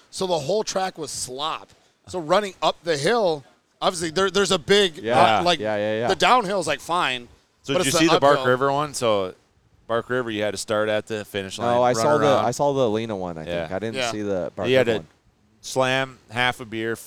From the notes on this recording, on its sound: Live at Fall Crandon races.